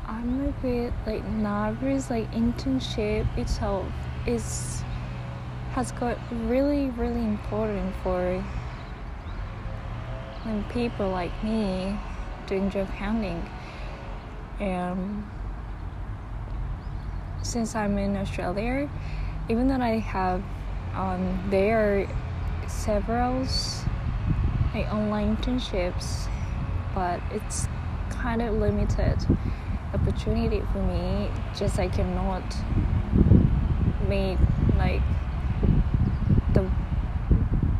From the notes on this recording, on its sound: I apologise the noise. I took this episode outside again and was a bit windy day. It’ll suddenly finish since it started raining.